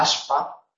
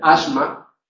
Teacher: Es decir, la S asimila en cuanto a la sonoridad o sordidez el de la consonante que sigue. Entonces, en aspa es sorda, porque la P es sorda, pero sin embargo, en asma es sonora, porque la M es sorda.